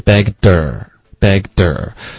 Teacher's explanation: 我们就要把舌头往后卷，发这个 her